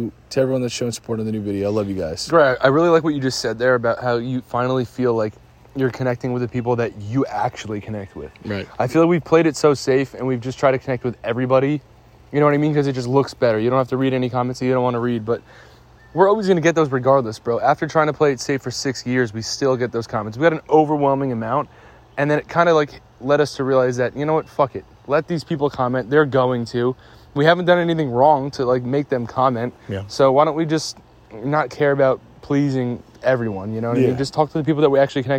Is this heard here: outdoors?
yes